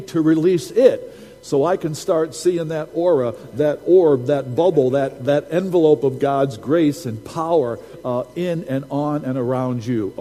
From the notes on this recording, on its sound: Recording from Sunday's prophetic service